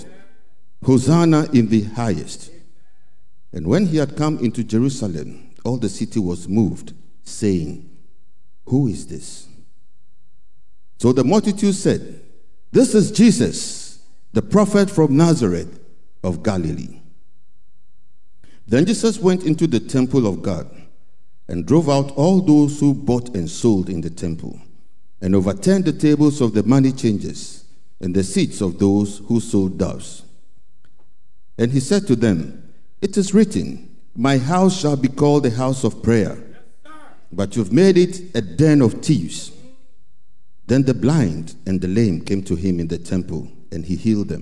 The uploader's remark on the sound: Sermon preached at CBC